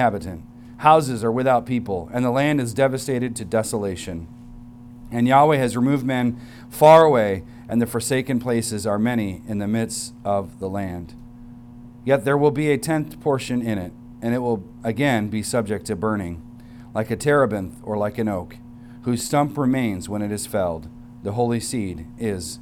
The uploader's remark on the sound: recorded on Sunday, October 22nd, 2023, at the weekly worship gathering of Cross & Crown Church